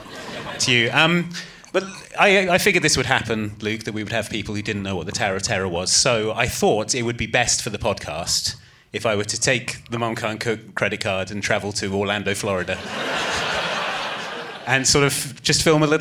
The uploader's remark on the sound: This episode was recorded live at the Prince Charles Cinema, London.